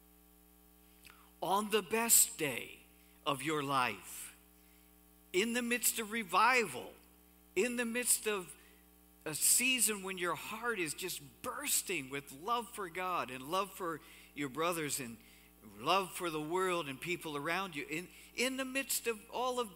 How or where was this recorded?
large echoing room